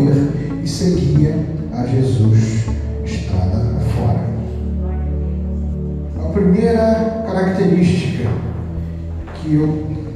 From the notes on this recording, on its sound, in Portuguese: As mensagens foram gravadas na Igreja Batista Central em Jardim Amendoeira, São Gonçalo - RJ.